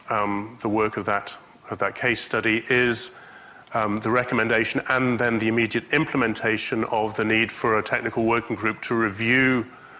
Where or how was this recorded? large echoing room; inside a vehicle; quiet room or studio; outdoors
large echoing room